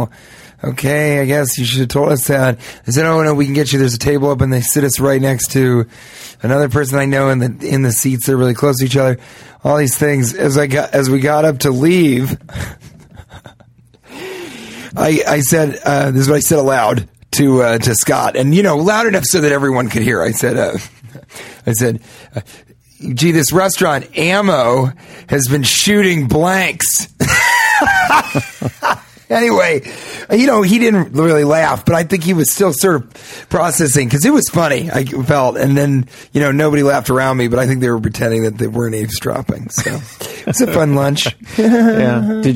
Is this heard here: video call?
no